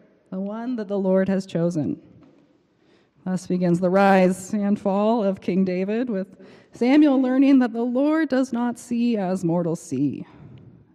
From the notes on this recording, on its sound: Preached on March 19 2023 at the Cathedral Church of St. Mark in Salt Lake City.